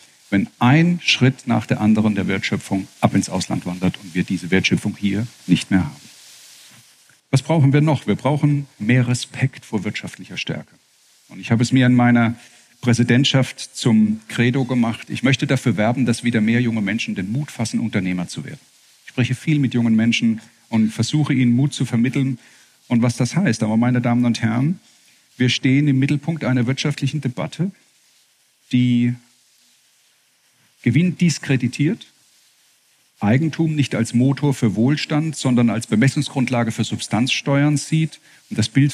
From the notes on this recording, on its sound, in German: Bei seinem Auftritt in Mannheim auf Einladung des „Mannheimer Morgen“ und der Reiss-Engelhorn-Museen